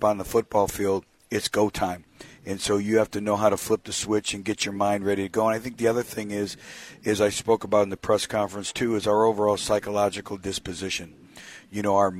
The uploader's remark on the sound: Live from A-State Football Media Days.